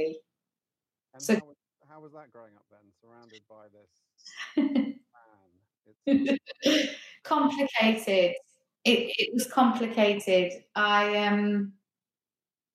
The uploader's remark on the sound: Please excuse the poor audio quality on this one!